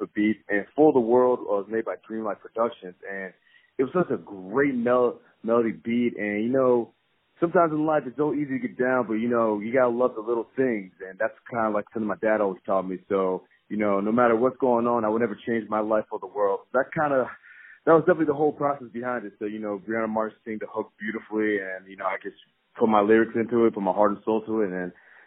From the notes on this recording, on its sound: On the phone